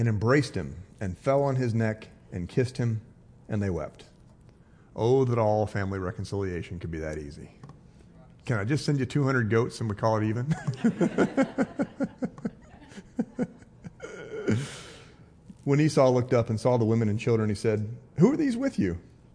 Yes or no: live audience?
yes